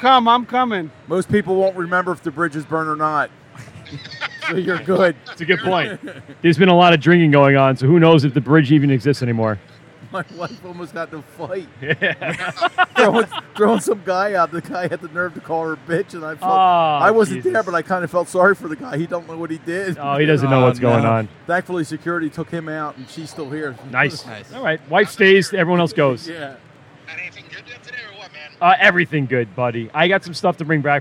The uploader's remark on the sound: LIVE AT THE AC BEERFEST